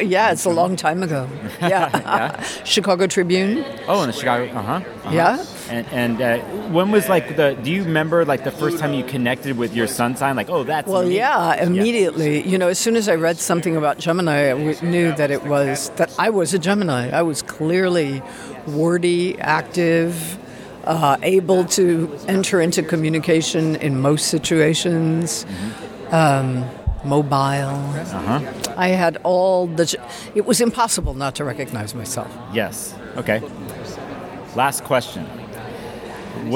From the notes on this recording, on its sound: This 3 questions interview was recorded at the NORWAC 2022 conference.